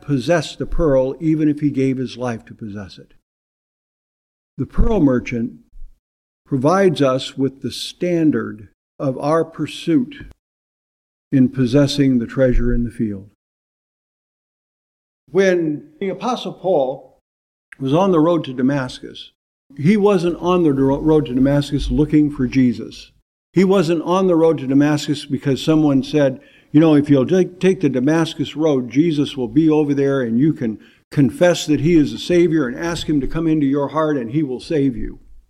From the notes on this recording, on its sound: preached in 2018 at Bethel PBC in Calabash, NC